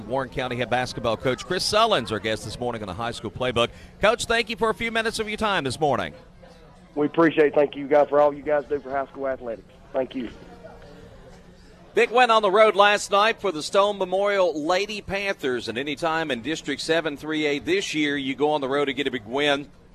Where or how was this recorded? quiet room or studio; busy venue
busy venue